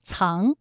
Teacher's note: 还有藏也是后鼻音，韵母是 ang